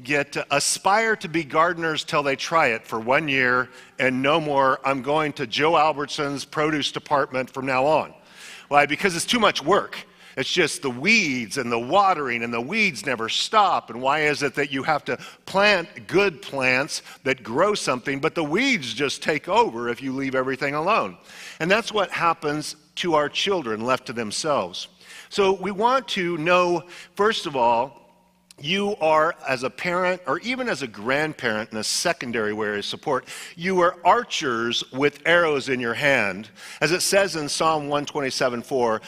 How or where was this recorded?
large echoing room